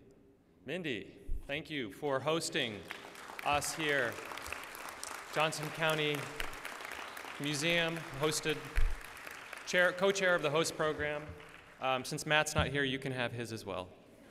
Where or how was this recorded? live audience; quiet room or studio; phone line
live audience